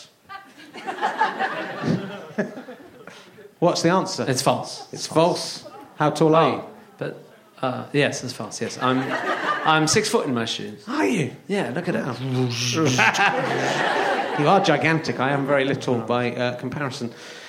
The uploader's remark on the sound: Leicester Square Theatre Podcast